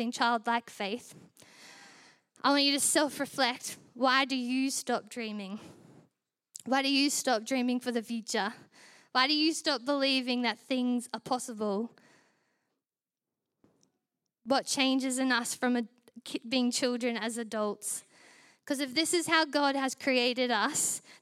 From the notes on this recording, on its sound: Recorded during our Melbourne East service on Sunday, the 21st of January 2024